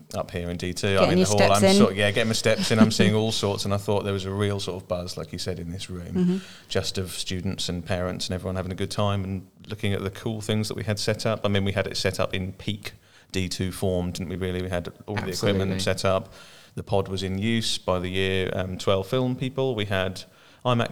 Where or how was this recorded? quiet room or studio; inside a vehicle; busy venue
busy venue